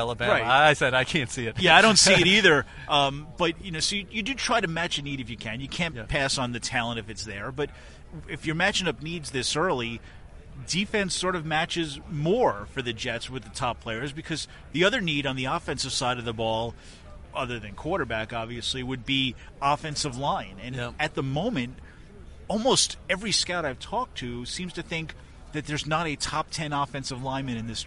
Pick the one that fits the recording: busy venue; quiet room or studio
busy venue